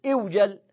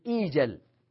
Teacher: فوجل يوجل والأمر منه إيجل، قال وأصله إوجل، لكن لأن الهمزة هذه مكسورة والواو ساكنة بعد كسر تقلب الواو ياء، وبدل أن تقول إوجل تقول إيجل، قلبت الواو ياء لسكونها وانكسار ما قبلها · Shown in: second take